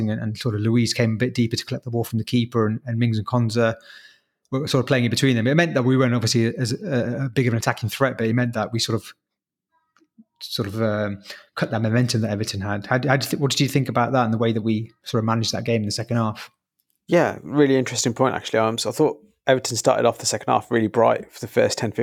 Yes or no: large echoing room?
no